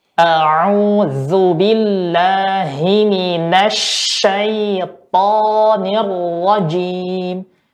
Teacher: sedangkan to ya sifatnya tidak boleh ada nafas yang keluar yang disifati dengan jahar